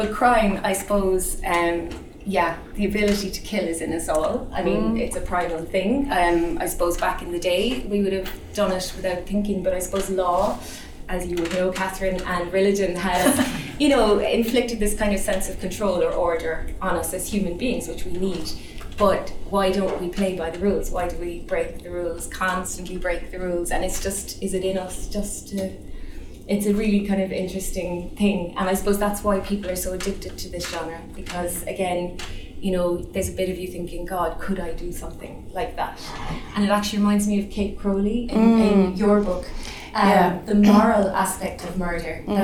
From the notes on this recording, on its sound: As part of Skibbereen Arts festival. Live literary event.